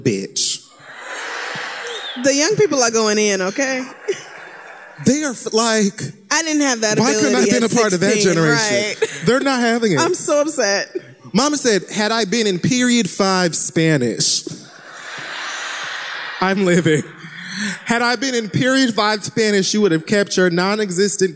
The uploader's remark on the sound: Live in Oakland